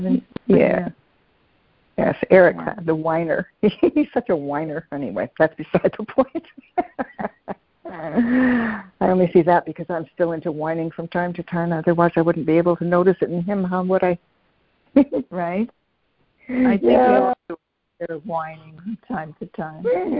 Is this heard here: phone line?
yes